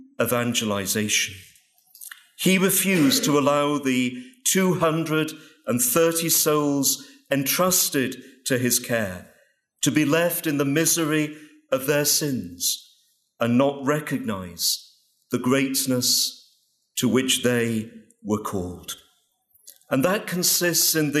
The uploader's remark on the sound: Paul VI Catechetics Lecture at Franciscan University of Steubenville.